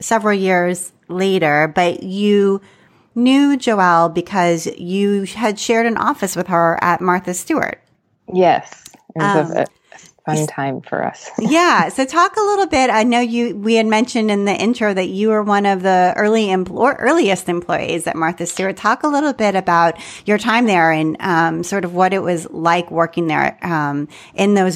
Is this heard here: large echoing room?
no